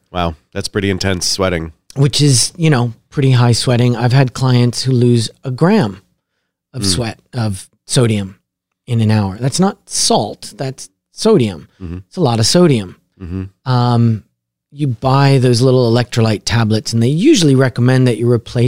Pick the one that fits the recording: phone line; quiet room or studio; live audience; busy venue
quiet room or studio